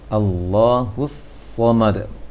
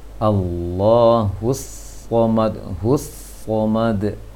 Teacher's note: Langsung masuk ketika tasydidnya, langsung sad tebal.